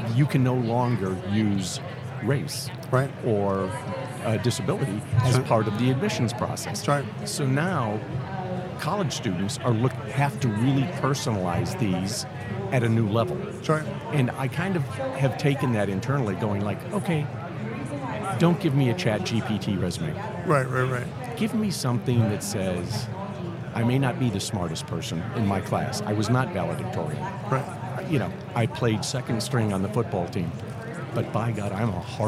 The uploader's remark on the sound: live from the Greenhouse booth at HR Tech in Vegas